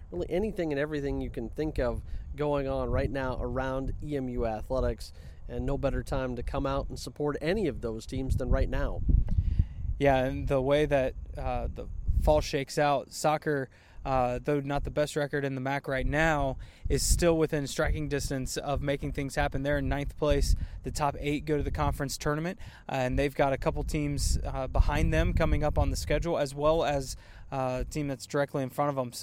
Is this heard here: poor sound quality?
no